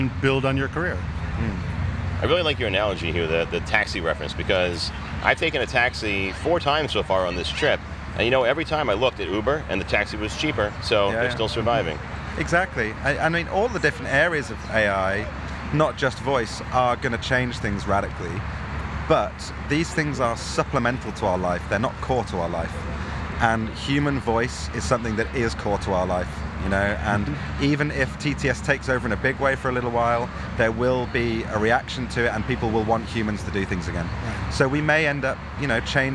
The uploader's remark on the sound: Live from VOcation NYC 2019, a conference devoted totally to the BUSINESS of voice over. We were honored to join as podcast correspondents. We'll be presenting interviews and live sound directly from the show floor.